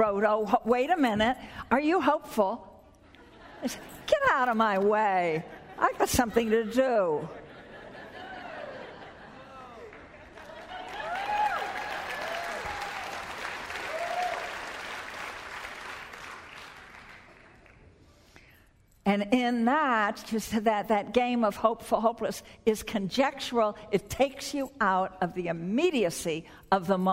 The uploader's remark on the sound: Spoke at the 2009 Bioneers Conference held in San Rafael, California.